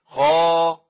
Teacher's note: اذا فتح وجاء بعده ألف صار في أقوى درجات التفخيم.